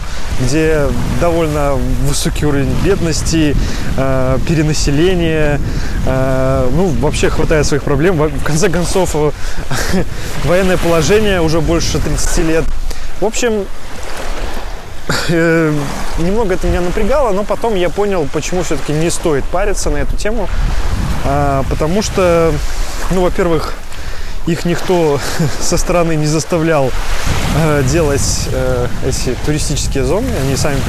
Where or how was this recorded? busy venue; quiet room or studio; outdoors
outdoors